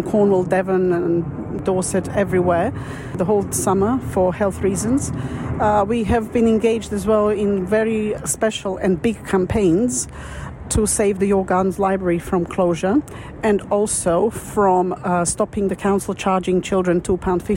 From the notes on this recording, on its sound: reporting for Riverside Radio from the Battersea Community Festival